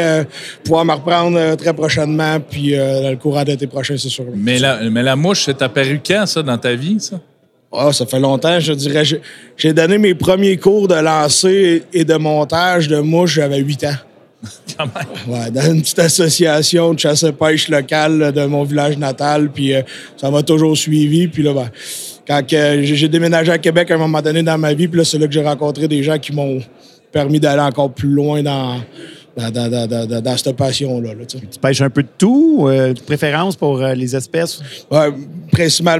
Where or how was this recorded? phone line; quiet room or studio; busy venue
busy venue